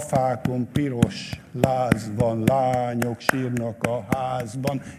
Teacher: A tá mindig két egység, és a ti ehhez képest annak a fele.